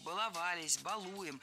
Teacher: Ударение всегда стоит за корнем